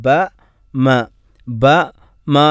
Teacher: എന്നാൽ ബ, മ, ബ, മ എന്ന് രണ്ടക്ഷരങ്ങൾ പറയുമ്പോൾ ചേർത്ത് വെച്ചുകൊണ്ട് രണ്ട് ചുണ്ടുകളെയും ചേർത്തിക്കൊണ്ടാണ് ബ, മീം എന്നീ അക്ഷരങ്ങൾ ഉച്ചരിക്കേണ്ടത്